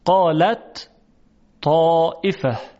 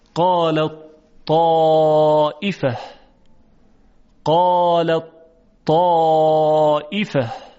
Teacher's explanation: ت در تا ادغام میشه · Term: ادغام تا در تا